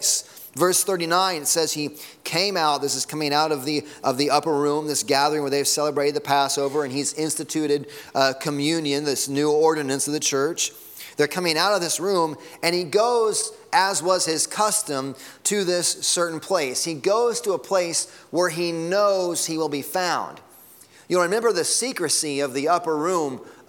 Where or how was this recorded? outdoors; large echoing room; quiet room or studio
large echoing room